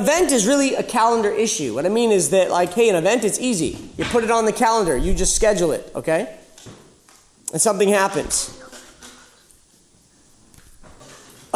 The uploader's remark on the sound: Live sessions from Camp R.A.W. This was originally recorded live at The School of Warrior Arts annual Camp R.A.W.